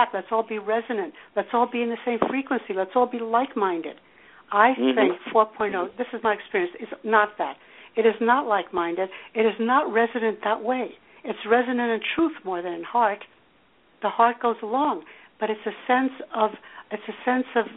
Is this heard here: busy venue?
no